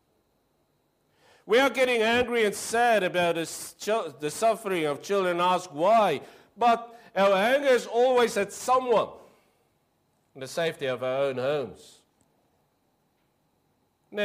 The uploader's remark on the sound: Preached 02/07/23 AM service